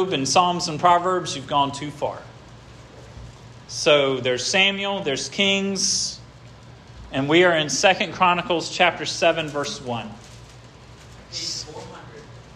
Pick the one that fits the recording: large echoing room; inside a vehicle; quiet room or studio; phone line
large echoing room